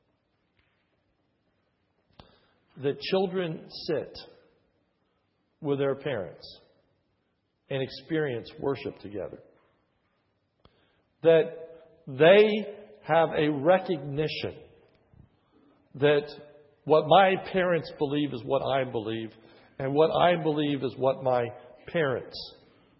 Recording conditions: large echoing room